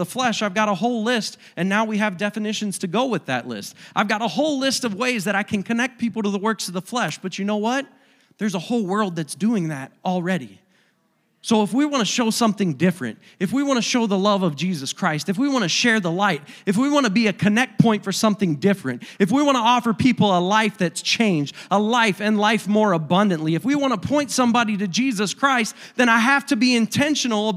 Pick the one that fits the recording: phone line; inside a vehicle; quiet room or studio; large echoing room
large echoing room